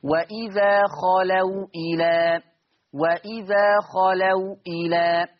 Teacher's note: بقول نلاحظ من واقع المثال السابق ان الواو ساكنه لما قرأت المثال الاولاني واذا خلوا الى. شوف الواو ساكنه محتفظه بالسكون بتاعها